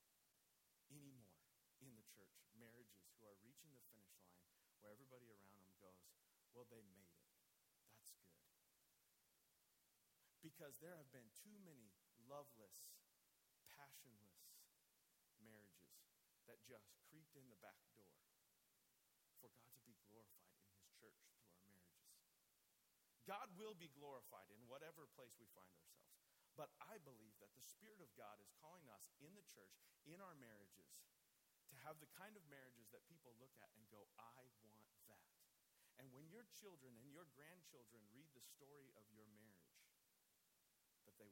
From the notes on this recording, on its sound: I apologize up front for the poor quality of the audio on this recording... Obviously still a lot of kinks to work out on my end. This is a teaching from the Tulare Community Church Women's ministry Bible Study. After small groups wrap up, the speaker for the day is generally given the opportunity to wrap up the text for the ladies.